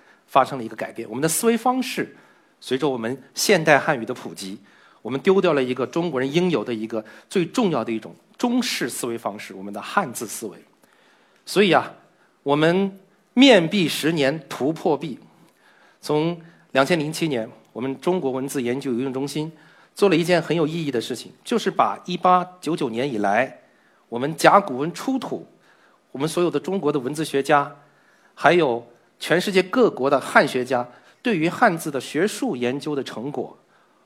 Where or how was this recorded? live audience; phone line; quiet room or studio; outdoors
live audience